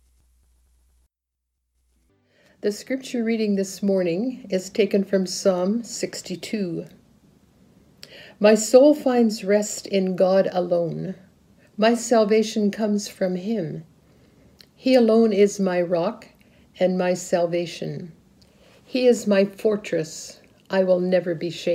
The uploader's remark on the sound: Filmed for a service at Philpott Memorial Church in Hamilton, ON.